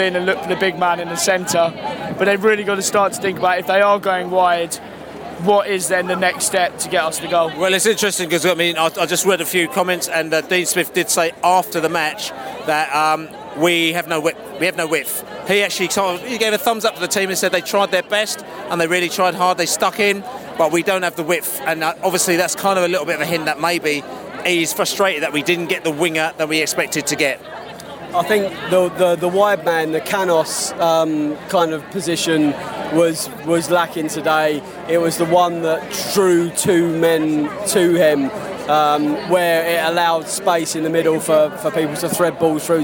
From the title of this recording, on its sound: Post-match podcast from the pub (in the street)